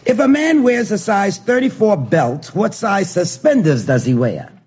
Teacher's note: she has perfect R-less English dialect